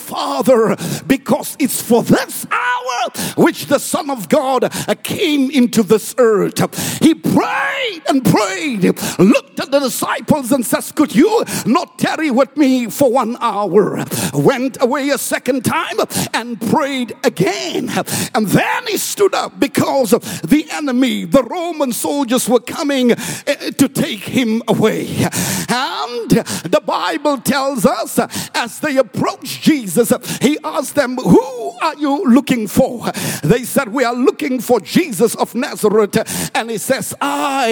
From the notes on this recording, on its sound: preached at Grace Bible Church Pimville